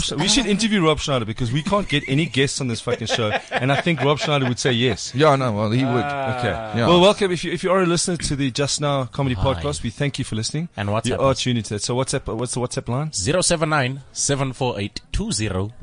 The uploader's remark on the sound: The entire JUSTNOW team are at a beer festival in Benoni to break a world record for Beer Pong. We get to mingle with our 'podfans' in person.